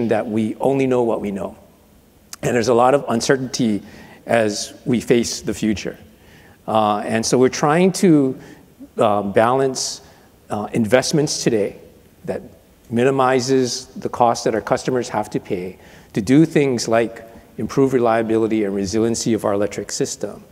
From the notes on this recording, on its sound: The best of live interviews from GreenBiz events.